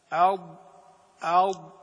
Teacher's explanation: مخرج الضاد من إحدى حافتي اللسان